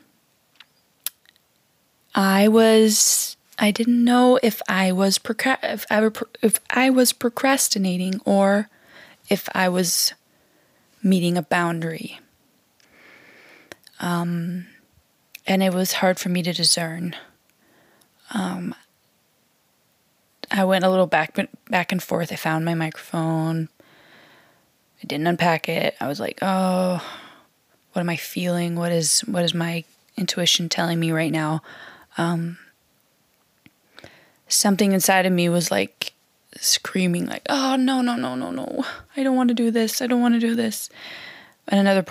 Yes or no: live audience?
no